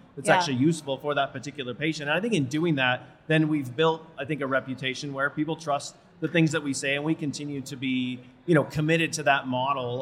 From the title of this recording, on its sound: Live from A4M World Congress in Las Vegas